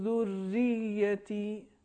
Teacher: ایک تو پہلی آیت، یعنی آیت نمبر 40 میں لفظ ذریتی، اس میں دو تشدید ہیں. ایک تشدید حرف رے پر ہے اور ایک تشدید حرف یہ پر ہے. دونوں کو مشدد پڑھنا چاہیے